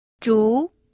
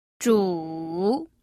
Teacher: la pronunciación del tercer tono se prolonga generalmente un tanto más. · Shown in: second take